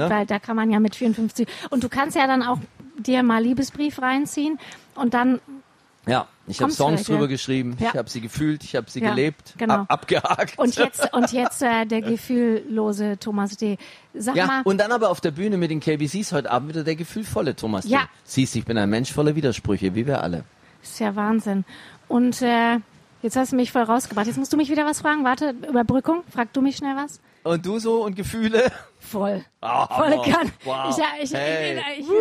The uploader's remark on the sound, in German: live vom ZFR